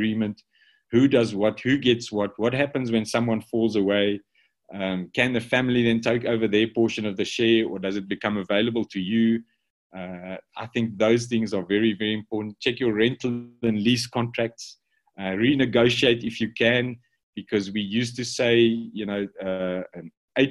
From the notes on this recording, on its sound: Breakthru Business Forum ZOOM Meeting